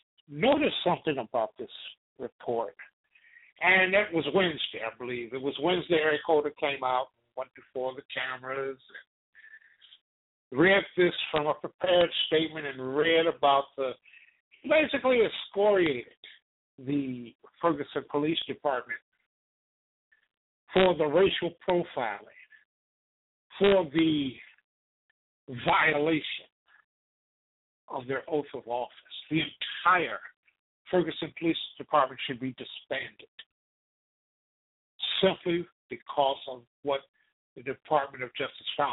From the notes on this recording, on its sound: TALK RADIO. LIVE and call-in broadcast.